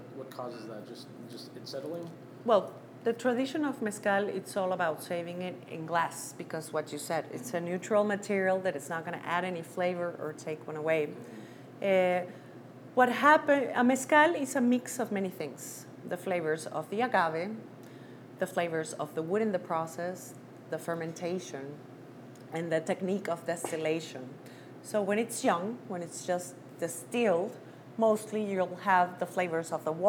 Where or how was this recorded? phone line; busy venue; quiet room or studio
busy venue